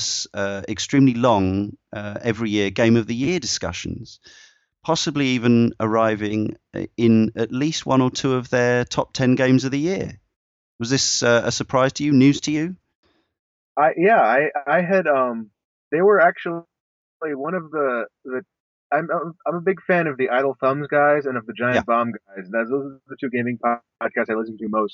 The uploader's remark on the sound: As is often the case with these kinds of interviews this was recorded using a combined audio feed via Skype, which accounts for the slight loss of quality to the audio.